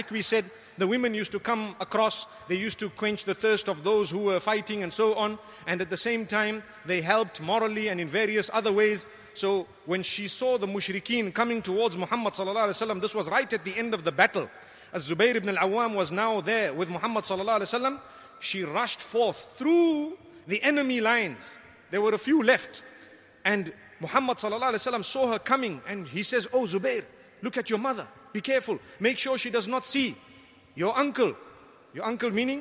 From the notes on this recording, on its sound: Delivered at Tuanku Mizan Zainal Abidin Musjid